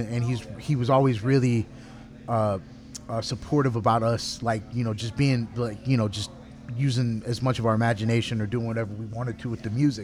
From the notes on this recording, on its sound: recorded June 6, 2017 at Independent Bar & Kitchen, Dallas, Texas.